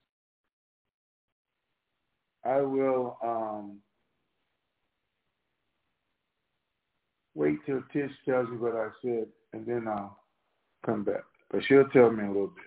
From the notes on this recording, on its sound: TNTSuperfantastic Conference Call